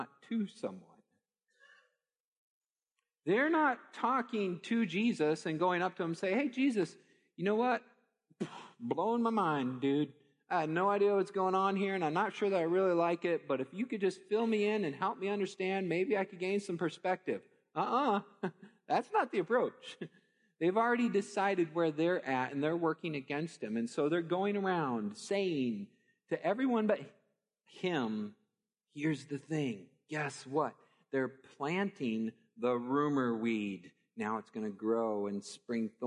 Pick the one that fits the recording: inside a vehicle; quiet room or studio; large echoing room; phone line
large echoing room